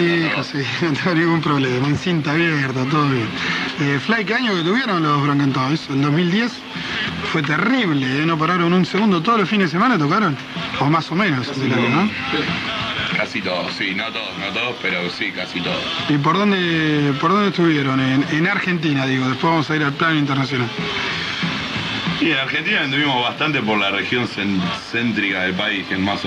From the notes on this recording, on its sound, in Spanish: tocando en vivo en La Respuesta